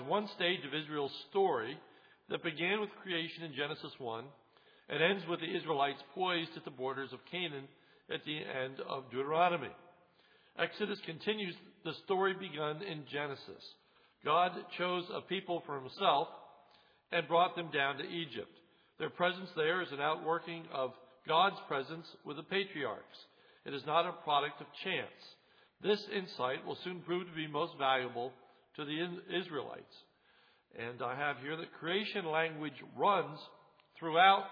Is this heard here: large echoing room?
yes